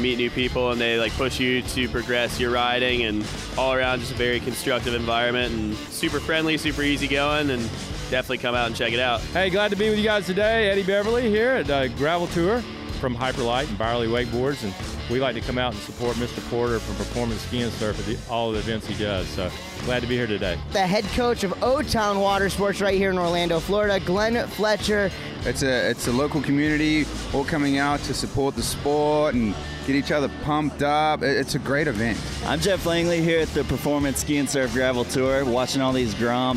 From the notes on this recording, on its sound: Live From Masters. Live at the 57th Masters! Following the second day of the event on site in front of the Fox Bus.